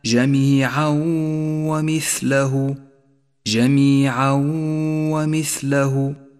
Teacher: سادسا، لاحظ حكم الإدغام بغنة عند قوله تعالى جميعا ومثله، جميعا ومثله، حيث جاء التنوين وجاء بعده حرف الواو وهو حرف إدغام بغنة، والواجب هنا أن نسقط التنوين من اللفظ وأن نقف على حرف الواو بغنة زمنها حركتان